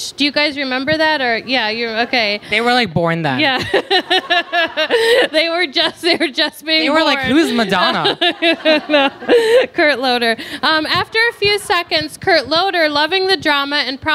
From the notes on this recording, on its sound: Hear the Astro Poets LIVE at the Strand. Take their podcast to the Strand for a live event full of laughs.